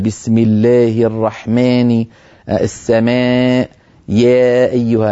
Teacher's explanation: اللهجة العامية تغلب عليك في نطق الألفات فيها شيء من الإمالة